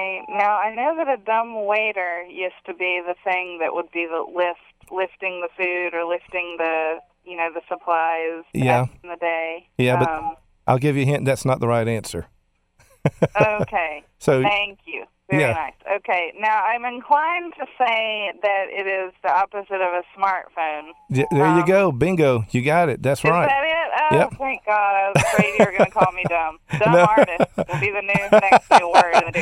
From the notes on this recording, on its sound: via telephone interview